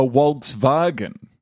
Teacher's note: they say their W's as V's and their V's as W's. So A Volkswagen suddenly becomes a Volkswagen.